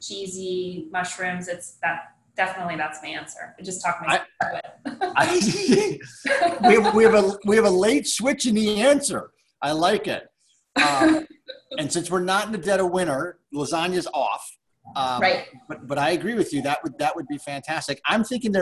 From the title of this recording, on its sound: SIP Virtual Wine Tasting